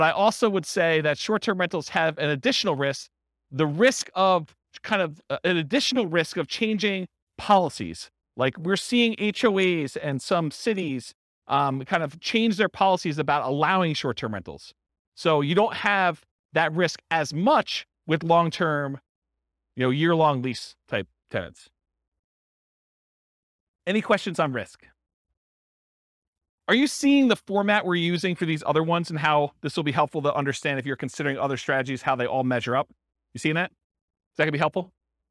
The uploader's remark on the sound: This was a live class recorded